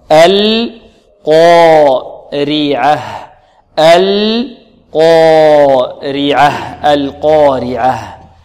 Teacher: القاف مفخمة خص ضغط قض، والألف مفخمة لأنها تتبع ما قبلها، والراء مرققة لأنها مكسورة، والعين والهاء مرققتان إلا أننا نزيد إيضاح الهاء لأنها حرف خفي وضعيف تحتاج إلى إيضاح. نقول هكذا: القارعة القارعة القارعة.